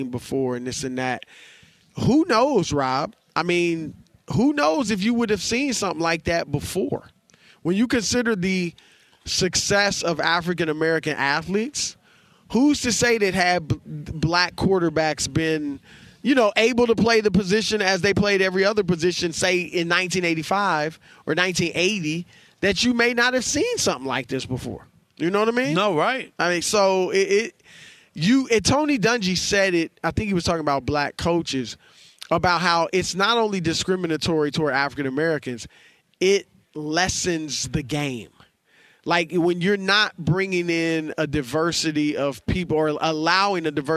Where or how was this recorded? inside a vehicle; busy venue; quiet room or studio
busy venue